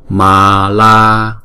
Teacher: chữ mala là mỗi âm là hai nhịp